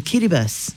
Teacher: The vowel pronunciations are the same as other Pacific languages, but when the I is added after the T, it's pronounced S